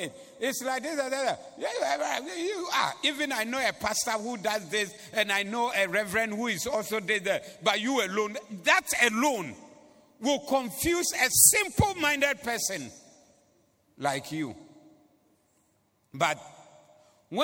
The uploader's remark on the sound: Preached at the Doxa Service on 11092022